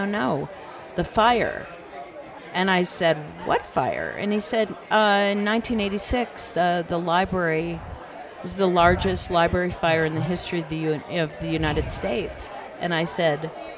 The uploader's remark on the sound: Both conversations are held at the Aspen Ideas Festival